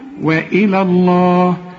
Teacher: لفظ الجلالة هنا مفخم، لكن اللي قبلها حروف مرققة، قل لي وإلى الله، رقق وبعدين فخم لفظ الجلالة.